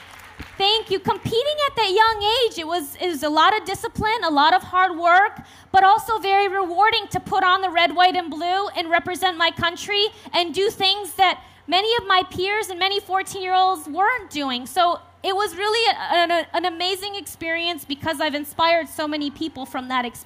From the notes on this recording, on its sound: on the Family Storytelling Stage at the 2012 Library of Congress National Book Festival